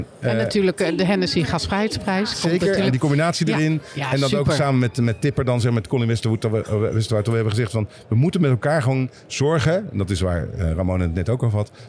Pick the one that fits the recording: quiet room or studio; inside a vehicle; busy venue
busy venue